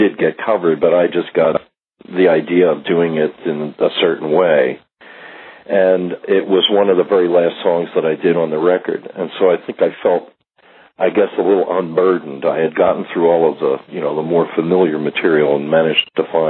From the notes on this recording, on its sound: We’ve got a phone interview from the archives.